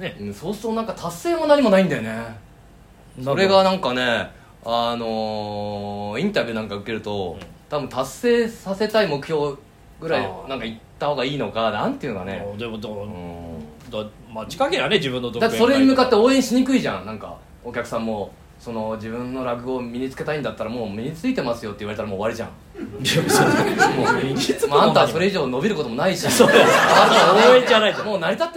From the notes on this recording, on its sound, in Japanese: 公開収録。From Radiotalk。